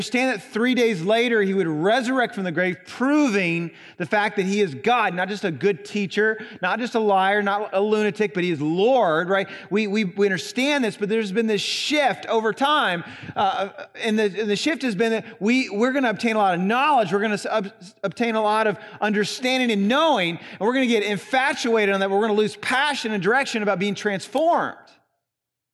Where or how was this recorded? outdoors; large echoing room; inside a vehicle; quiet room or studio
large echoing room